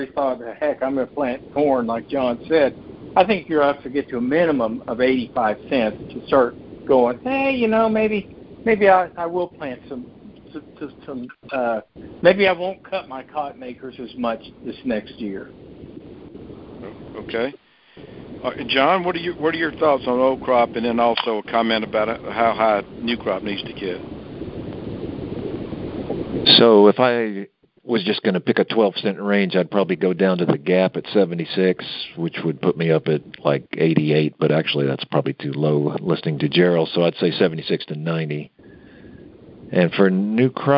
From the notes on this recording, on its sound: November 2022 Monthly Conference Call On Cotton.